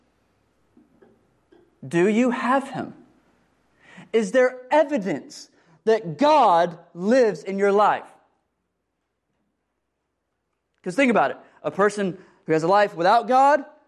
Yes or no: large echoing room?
yes